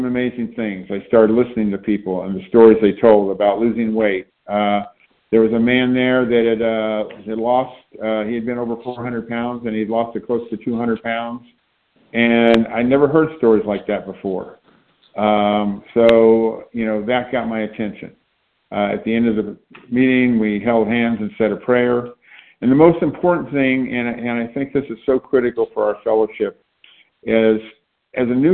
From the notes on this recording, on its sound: from the 100 Pounders Phone Meeting on 9/29/20